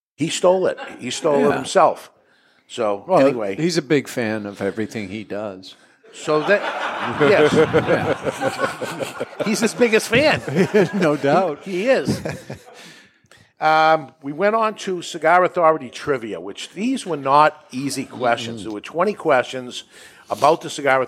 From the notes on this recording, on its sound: Broadcasting live from the Toscano Sound Stage in Salem, New Hampshire. Our studio audience flew from around the world, to join us as we celebrate 12 years of the show!